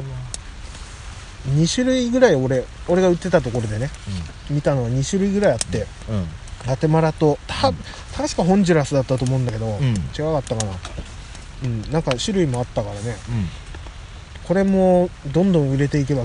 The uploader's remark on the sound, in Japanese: 雨の中の朝食の模様を録音しました。